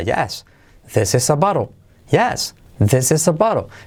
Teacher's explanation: Para cuando es afirmativa, ponemos yes como punto de referencia alto que te va a servir para entonar la frase · Term: entonación